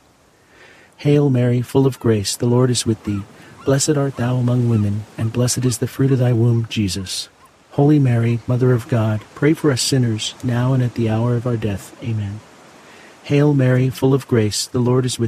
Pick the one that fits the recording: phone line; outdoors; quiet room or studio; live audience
outdoors